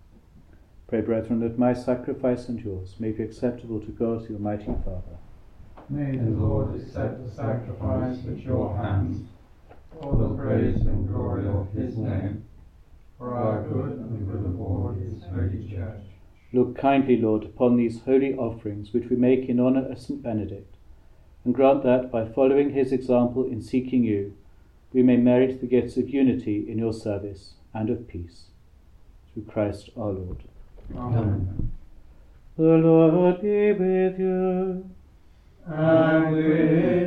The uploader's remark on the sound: Recorded live at Southgate House on 11 July 2023.